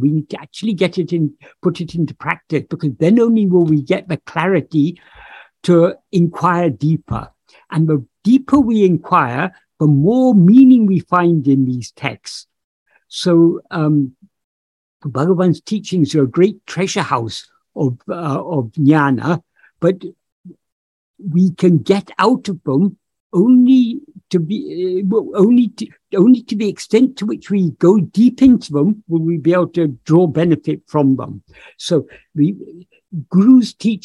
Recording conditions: video call